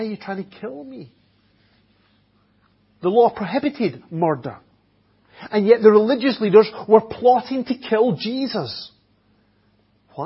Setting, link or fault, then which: setting, large echoing room